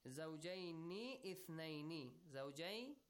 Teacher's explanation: Zawjaini. Hamzatul wasl is ignored. It's in the middle.